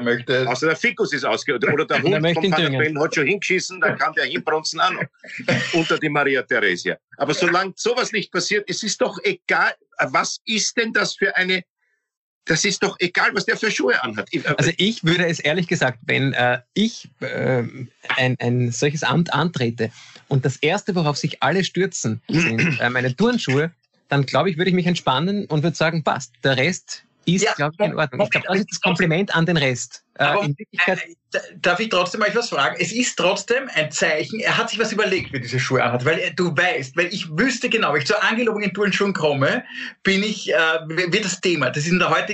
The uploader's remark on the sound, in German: Weil das aktuell nicht möglich ist, finden sie ihr Publikum, indem sie einander via Skype am Abend beim Reden zusehen.